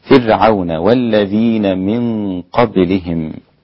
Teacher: فرعون بترقيق الراء قولا واحدا، فرعون والذين من قبلهم، من قبلهم هكذا الغنة مفخمة لأن القاف مفخمة والباء مقلقلة رقيقة والميم تكون ساكنة عند الوقف لكل القراء.